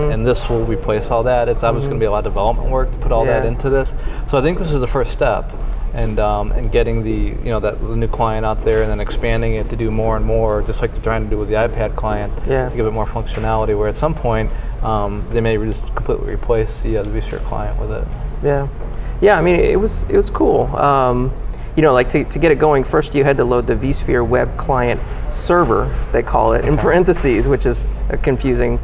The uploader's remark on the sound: LIVE from the VMware vSphere 5 Launch in San Francisco.